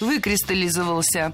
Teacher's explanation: Ударение падает на первый слог, на приставку «вы».